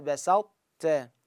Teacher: فهذه الطاء ما حذفت نهائيا بقت الأطباق مالتها · Term: الإدغام الناقص